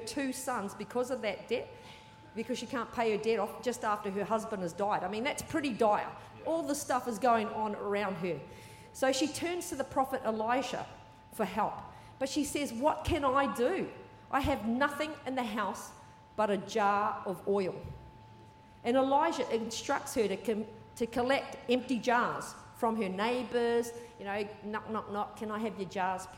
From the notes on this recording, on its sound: Recorded during our 9am service on Sunday, the 29nd of October 2023.